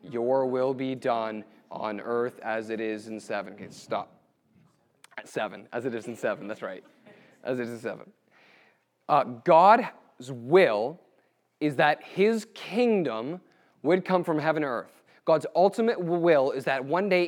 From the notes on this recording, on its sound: Q&A at HBCYR - Harvest Youth